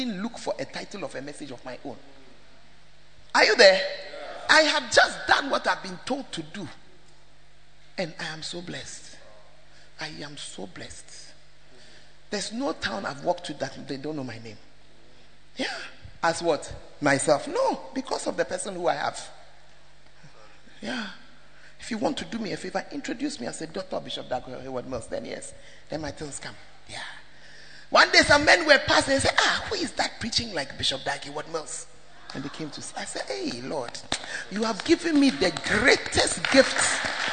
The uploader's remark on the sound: preached in First Love UCC